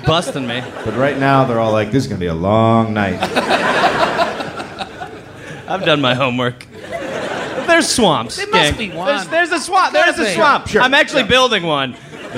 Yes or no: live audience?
yes